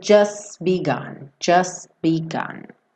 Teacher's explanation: Então ele pega do S, just begun, ele já fecha o B para o begun, então você não ouve o t